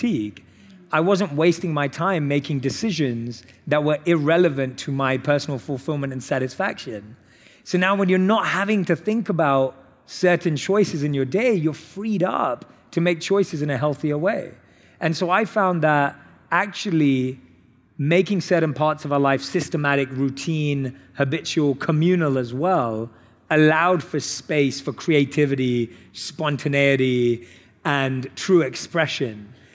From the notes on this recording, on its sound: on stage at In goop Health